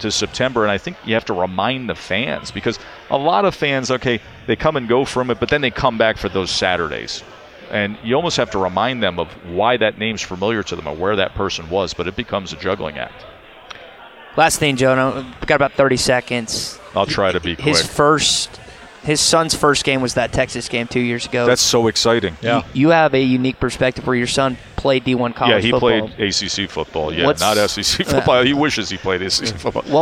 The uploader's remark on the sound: LIVE from Radio Row!